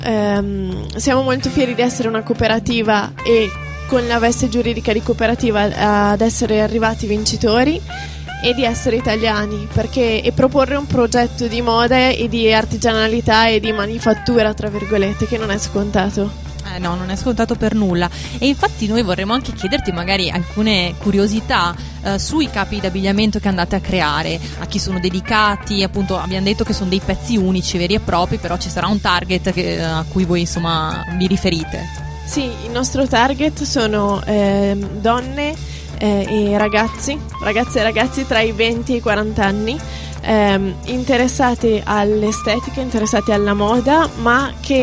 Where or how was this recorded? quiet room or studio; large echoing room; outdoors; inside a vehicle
outdoors